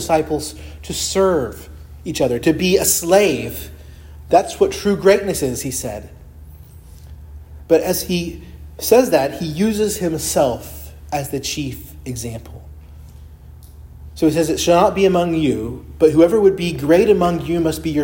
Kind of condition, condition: setting, large echoing room